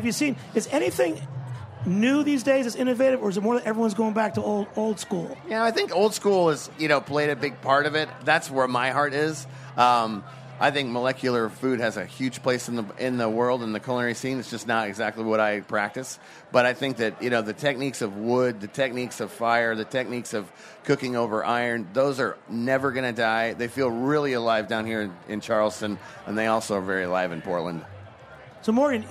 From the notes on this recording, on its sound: broadcast from the Charleston Wine + Food Festival